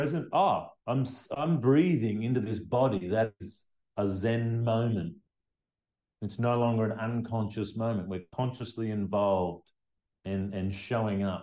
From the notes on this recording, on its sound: conversation recorded during one of the HIQA grads group calls